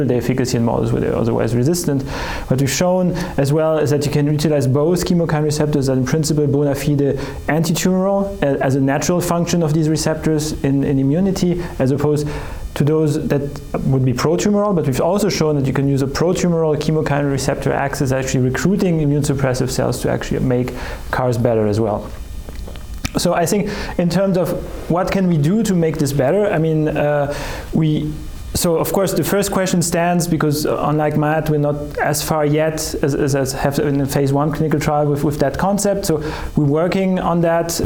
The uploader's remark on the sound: bring you updates live from iwCART 2023.